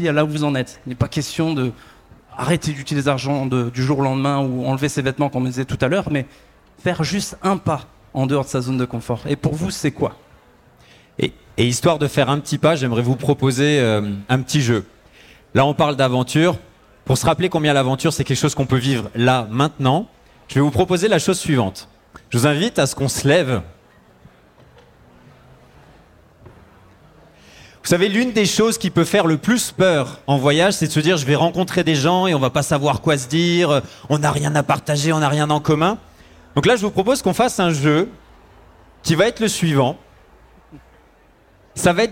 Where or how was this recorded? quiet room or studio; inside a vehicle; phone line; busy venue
busy venue